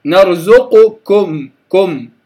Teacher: الكاف لا يظهر معها هذا النفس الشديد